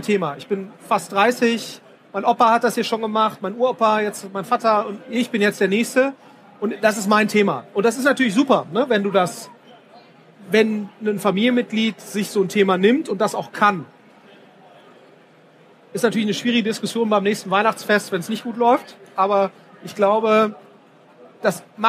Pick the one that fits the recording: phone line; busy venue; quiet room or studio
busy venue